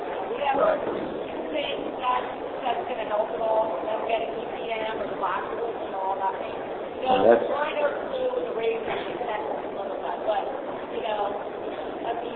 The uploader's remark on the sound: Recorded live from 2011 PA Horse Expo includes live questions/answers.